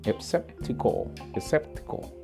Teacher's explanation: hago como un énfasis en T, en el TI, que es la T y la I